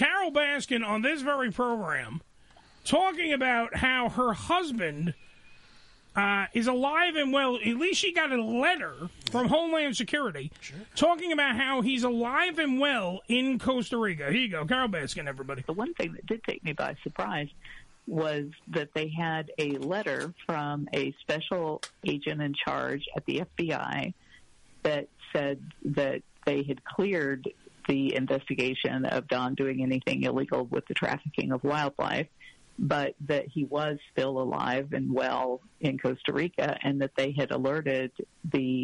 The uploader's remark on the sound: on the phone